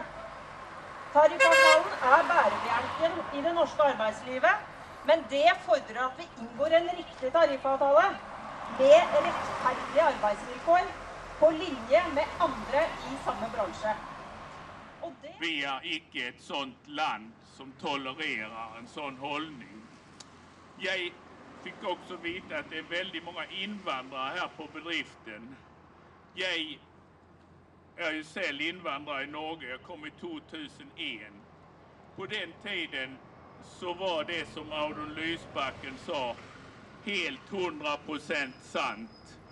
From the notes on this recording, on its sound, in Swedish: Ett studiosnack. Sedan följer ett ljudreportage med tutande bilar och en glad norsk vänster!